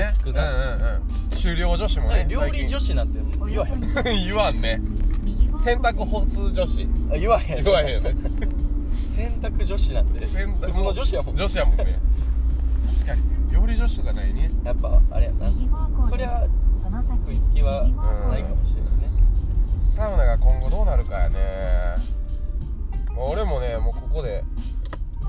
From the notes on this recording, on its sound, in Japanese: 縦走してる途中、テントの中で収録してます。